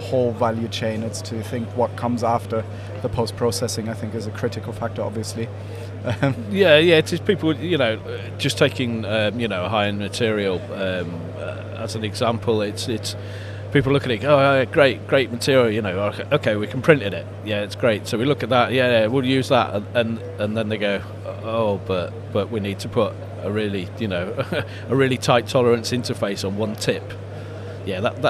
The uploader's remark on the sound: Live from formnext 2022